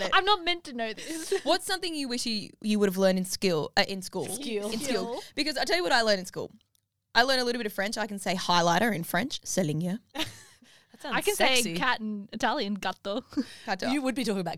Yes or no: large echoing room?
no